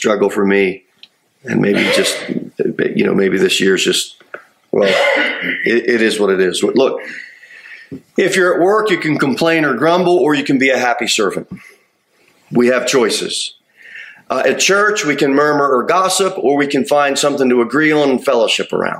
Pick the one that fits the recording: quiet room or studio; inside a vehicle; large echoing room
large echoing room